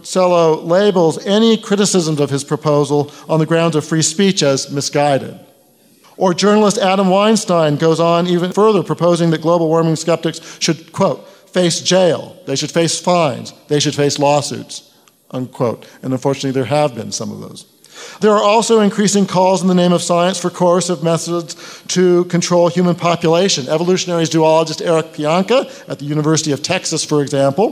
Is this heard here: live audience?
yes